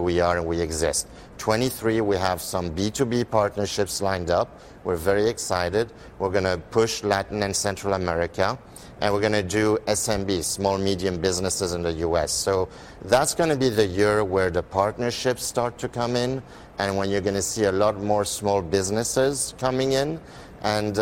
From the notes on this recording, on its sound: Live on the street today.